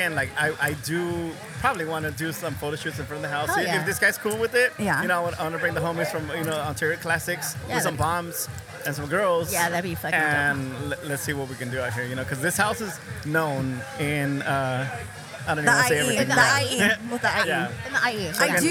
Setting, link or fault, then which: setting, busy venue